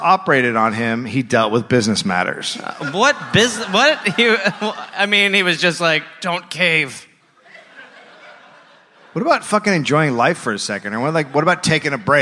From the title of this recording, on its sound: Live in Pittsburgh